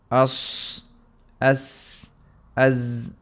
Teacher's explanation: Quickly revising both of them, الصفير means the sound which is accompanied by the letters, with the letters صاد، زاي and سين when you pronounce them from the correct makhraj, and the sound is like the sound of a bird or a sharp whistling sound